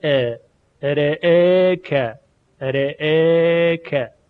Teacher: ا که به فتح هست اون هم تقلیل می شه